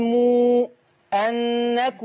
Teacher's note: لما تيجي ميم وراها همزة نقول مو أنكم، ونعد ستة برضو